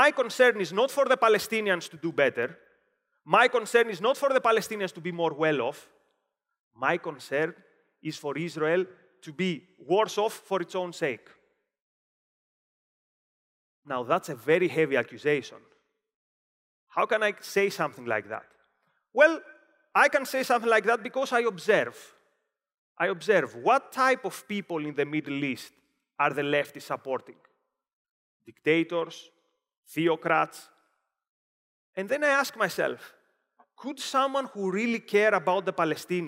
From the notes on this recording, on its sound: Delivered at OCON 2023 in Miami, Florida on July 3, 2023.